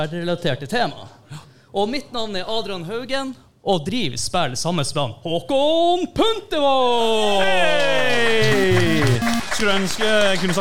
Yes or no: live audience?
yes